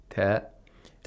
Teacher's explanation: And here we have a ta, which is a plosive. Ta is pronounced by trapping the air in the place of articulation of ta, which is the head of the tongue and the gum line behind the upper front teeth, ta. And releasing it suddenly, with sudden force.